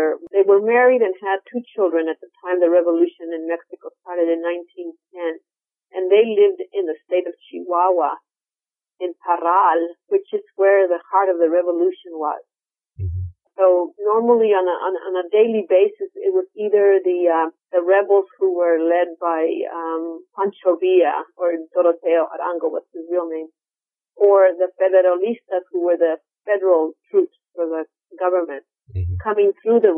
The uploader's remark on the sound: I apologize for the sound quality of the interview, the phone connection was not very good.